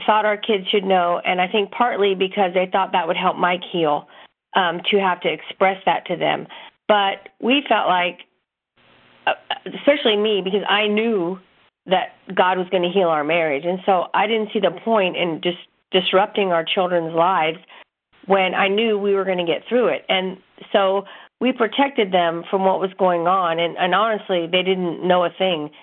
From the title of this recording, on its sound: CONFERENCE CALL